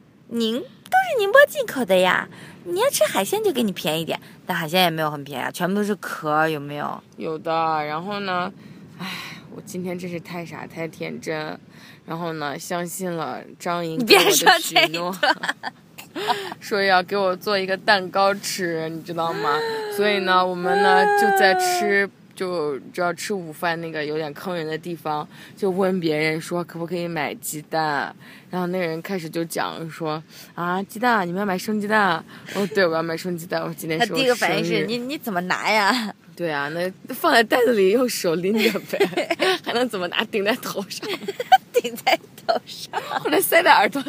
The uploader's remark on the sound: We are on a beach! 这是我们俩在一个神秘的地方录制的特别精短版！